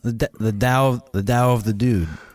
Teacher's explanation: It was a mixture of a T and a D.